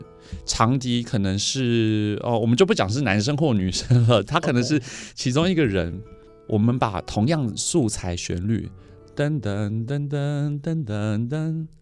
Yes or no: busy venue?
no